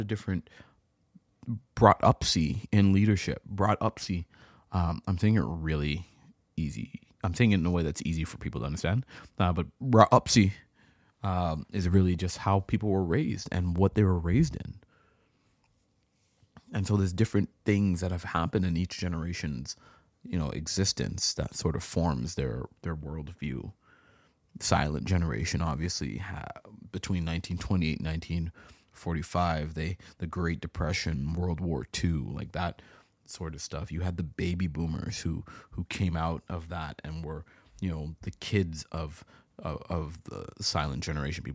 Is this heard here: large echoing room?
no